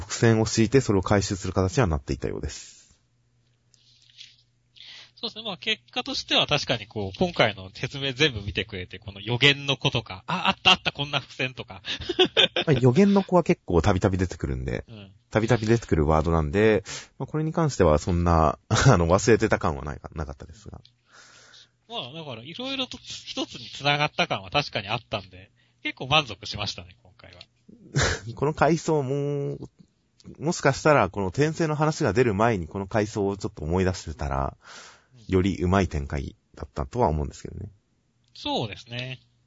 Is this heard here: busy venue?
no